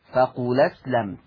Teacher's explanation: هشيل الهمزة، طب والفتحة اللي عليها هحطها على اللام فتبقى لام مفتوحة · Term: النقل